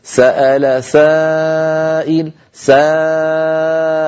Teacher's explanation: خرجت الألف مرققة قبلها سين والسين مرققة، إذا تتبع الألف ما قبلها تفخيما وترقيقا.